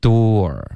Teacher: door 的这个发音呢是一个倒 C 的这个元音后面带一个 R，OK，然后它的发音就是 door，开头呢其实我们的嘴唇是撅起来的，是嘟起来的，有一点嘟的这个感觉，嘟，然后嘴唇要分开，有一个窝的音 door，door，后面呢再加一个二 door。OK，所以这是要求很多的滑动，嘴唇